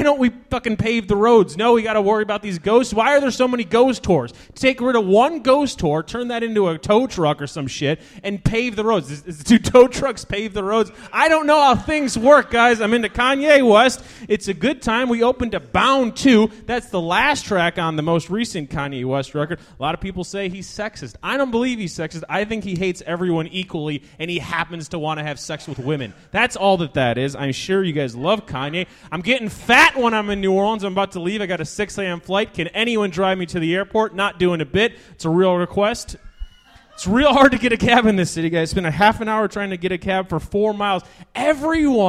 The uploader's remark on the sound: Live at Hell Yes Fest at the New Movement Theater